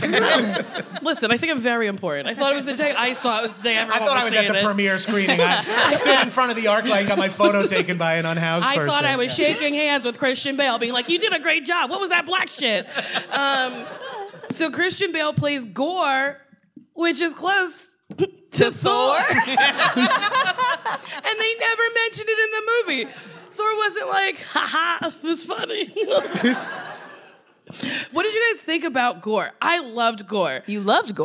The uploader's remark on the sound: Live at Comic Con. Ok, wow, it’s Headgum’s first ever Comic-Con live event! This special bonus episode taped live at San Diego Comic-Con.